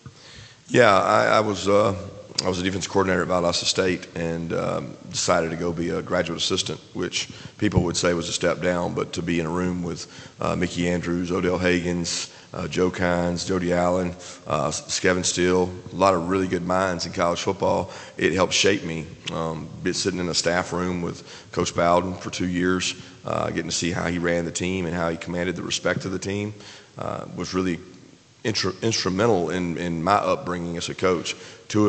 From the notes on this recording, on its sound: Orange Bowl coaches press conference. Orange Bowl press conference.